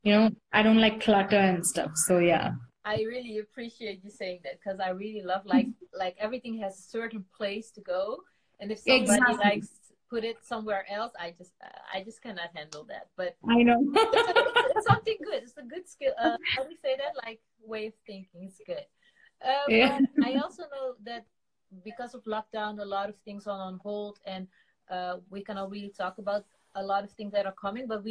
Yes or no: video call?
yes